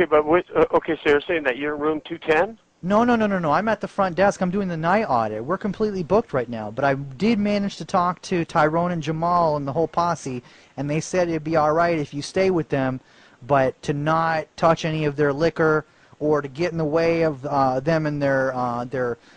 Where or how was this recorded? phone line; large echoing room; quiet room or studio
phone line